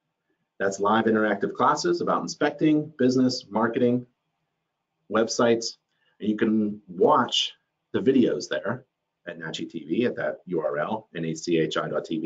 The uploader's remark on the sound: Video recording of a webinar. Video recording of a webinar.